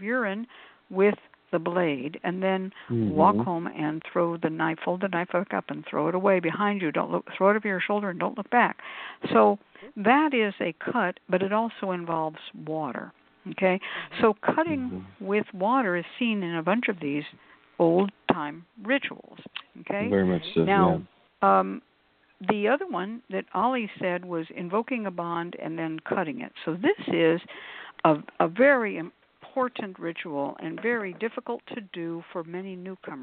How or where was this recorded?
phone line